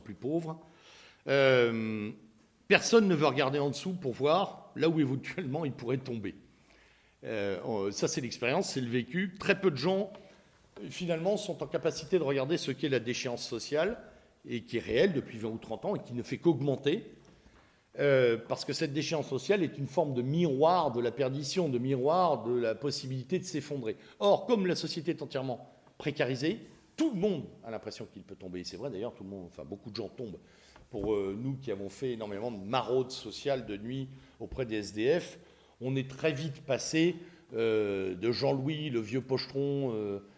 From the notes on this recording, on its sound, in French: Cette conférence a eu lieu dans le cadre de l'université d'été catholique Academia Christiana lors du colloque "l'identité contre la nouvelle tour de Babel" en aout 2016 à Sées dans l'Orne (61) en Normandie.